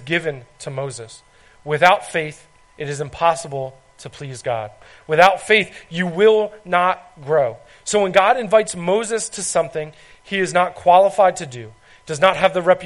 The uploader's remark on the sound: This is recording of a message I gave at Hope Christian Fellowship.